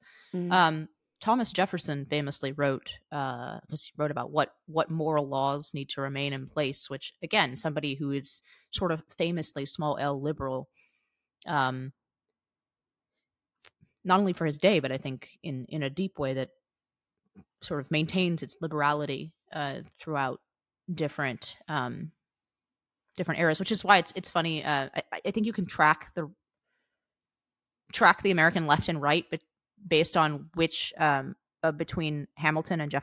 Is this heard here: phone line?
no